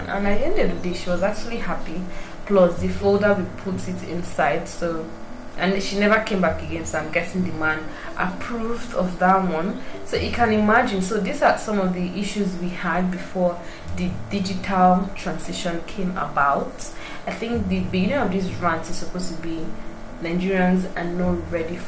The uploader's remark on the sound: Apologies for the background sound. I guess it's my punishment for recording in the morning and not in the evening.